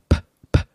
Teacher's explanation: Because you're using both of your lips, so bilabial, and it's a plosive because it makes a p, like an explosion. · Term: bilabial plosive